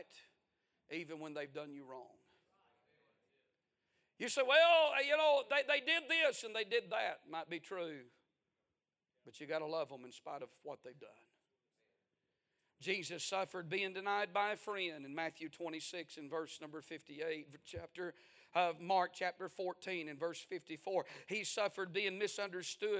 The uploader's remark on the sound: A sermon preached On The 62nd Annual Homecoming Sunday Morning February 19, 2023.